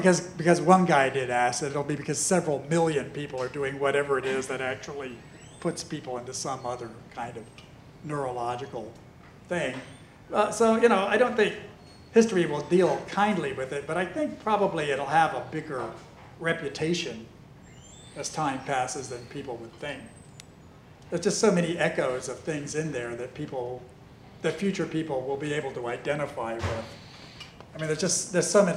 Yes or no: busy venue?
yes